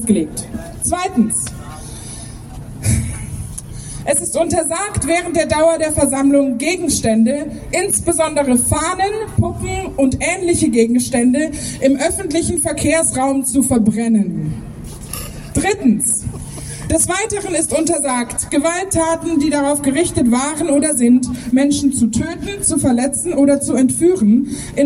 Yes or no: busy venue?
yes